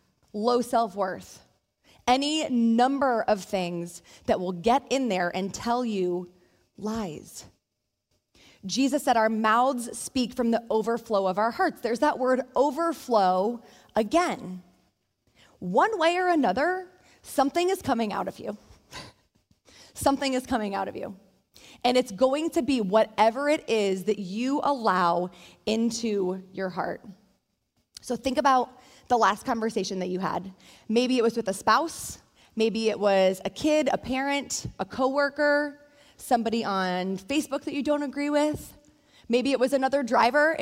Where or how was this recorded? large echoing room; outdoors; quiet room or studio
large echoing room